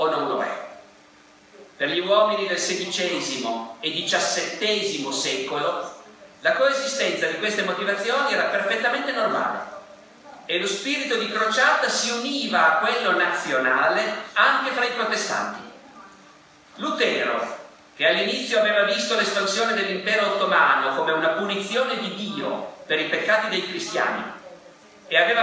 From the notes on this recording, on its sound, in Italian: (John Cabot, Roma). Evento registrato in loco. Audio re-equalizzato e re-masterizzato.